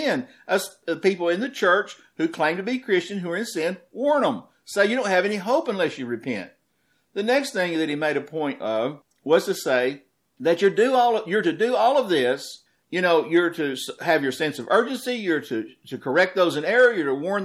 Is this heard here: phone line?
no